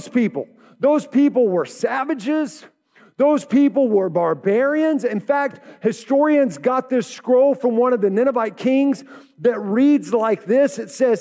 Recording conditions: large echoing room